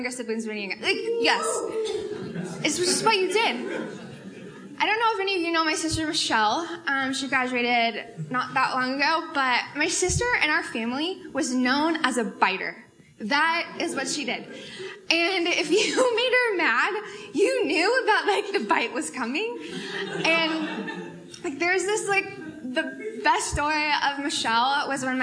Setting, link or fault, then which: setting, live audience